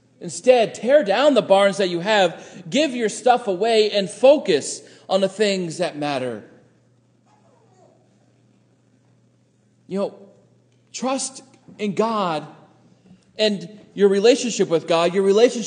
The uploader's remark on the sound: Sermon preached at Faith Lutheran Church Gardner, MA